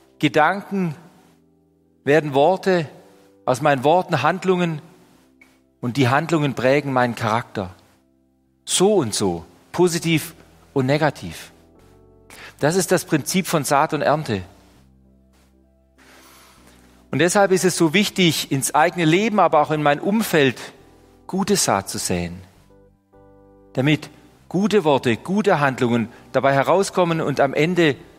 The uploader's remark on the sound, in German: Die Predigt aus dem Gottesdienst